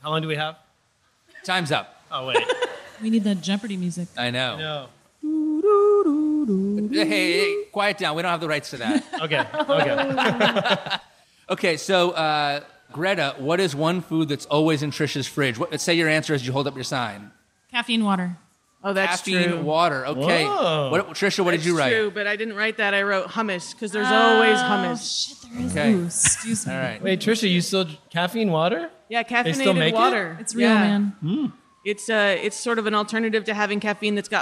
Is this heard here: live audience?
yes